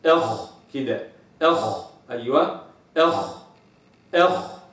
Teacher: أما الخاء فتخرج من أعلى أدنى الحلق · Term: مخرج حرف الخاء